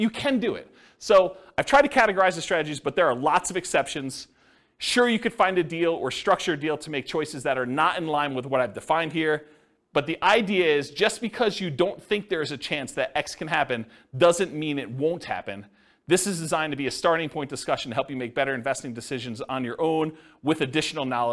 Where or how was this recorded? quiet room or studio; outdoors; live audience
live audience